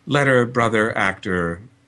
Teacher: all of those are unstressed for me and you, rhoticized schwa. They could be non rhotic, letter, brother, and the variation on how that schwa is realized can vary accent to accent.